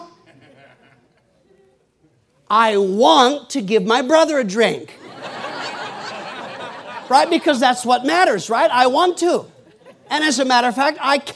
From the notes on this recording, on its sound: PREACHED IN MCMINNVILLE FRIDAY PM 2011